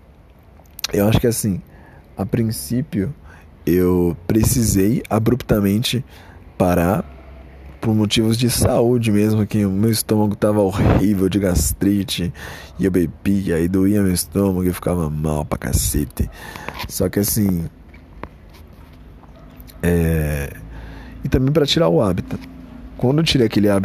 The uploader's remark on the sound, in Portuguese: ÁUDIO TERRÍVEL, NÃO ESCUTE. Gravado no celular.